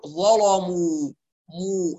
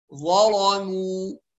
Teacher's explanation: لكن قلنا نركز على ترقيق الميم بعد اللام المغلظة حتى لا يعني لا تسحب اللام المغلظة الميم معها فتغلظها، فالخطأ ان احنا نقول ظلموا مو، لا خطأ ظلموا، يبقى نرقق الميم جيدا، يبقى التغليظ يكون لللام والميم تبقى مرققة · Shown in: second take